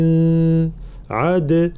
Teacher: الدال الساكنة لابد من بيان قوتها بالقلقلة · Term: الدال المقلقلة